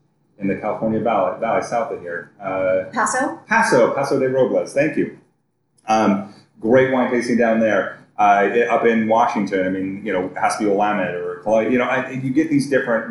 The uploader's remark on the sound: Recorded at Wrights Station Winery. Recording onsite at Wrights Station winery in the Santa Cruz mountains.